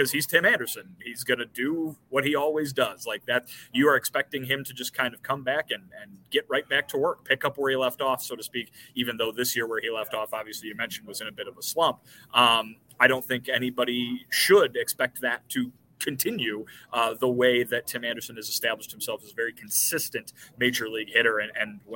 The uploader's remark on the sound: joins the show live from Target Field